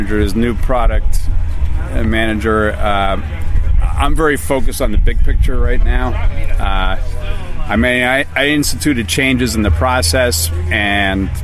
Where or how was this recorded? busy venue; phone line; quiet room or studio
busy venue